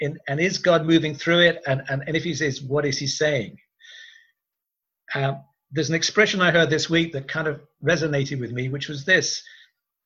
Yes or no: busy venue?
no